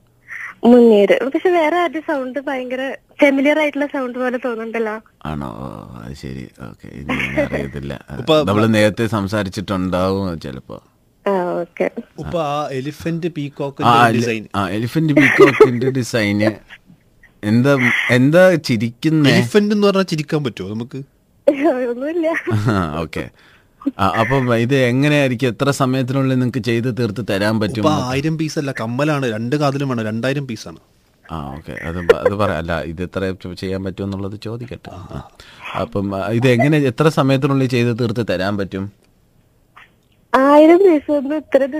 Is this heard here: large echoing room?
no